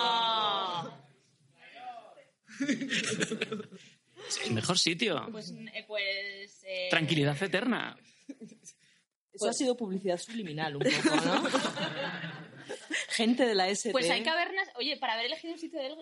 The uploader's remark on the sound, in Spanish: El programa en directo que grabamos en Akira Cómics para celebrar nuestra quincuagésima edición. Al grabarse el programa en un espacio abierto y con público el sonido se vio afectado.